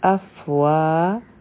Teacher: د واو دپاره مونږ خپلې شونډې ګول کړو، او دا حرفی مده هم دی، نو دا به مونږ دوه حرکه راکاږو، دا به شي اف وا.